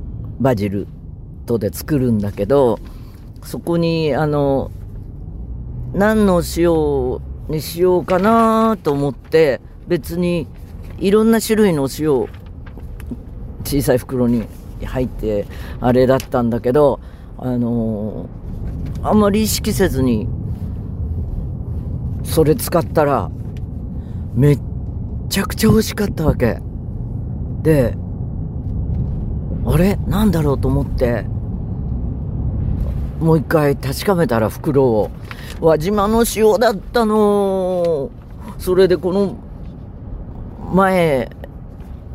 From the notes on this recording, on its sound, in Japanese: 移動の車の中で喋っていたら、あっというまに現場に到着。